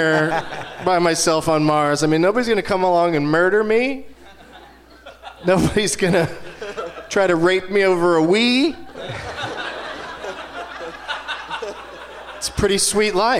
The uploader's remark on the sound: Live from the Gramercy Theatre in New York City